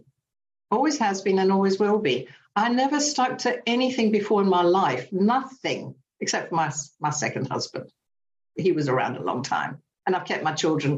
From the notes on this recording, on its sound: From Battle in the United Kingdom. Meeting held on zoom by the Magical Mystery Tour group.